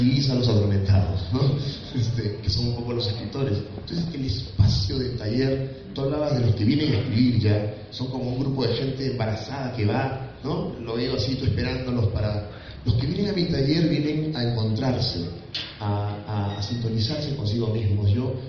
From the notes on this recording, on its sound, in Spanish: El conversatorio se desarrolló el 11 de noviembre del 2018 en la Casona Tristán del Pozo - Fundación BBVA Continental durante el Hay Festival Arequipa.